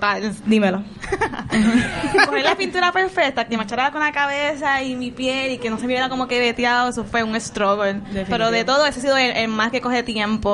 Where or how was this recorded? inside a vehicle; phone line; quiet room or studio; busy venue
busy venue